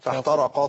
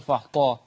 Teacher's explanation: لابد من ايه من تدقيق التاء مع الهمس · Shown in: first take